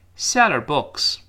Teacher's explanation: Seller books, seller books 那个 h 就听不到了